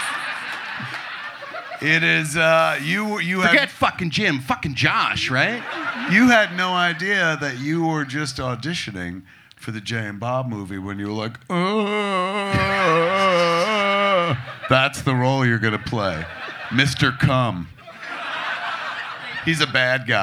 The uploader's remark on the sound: perform live at Flapper's Comedy Club on January, 27, 2024